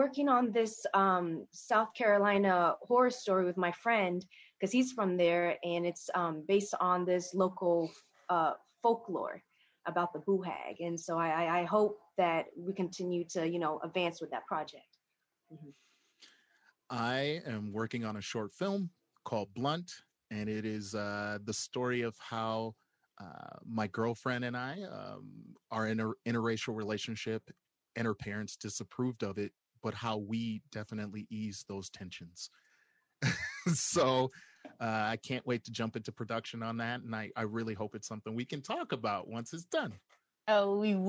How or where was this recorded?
video call